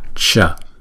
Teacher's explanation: chữ S này chúng ta để cái lưỡi ẻn lên trên và chúng ta đọc là sh.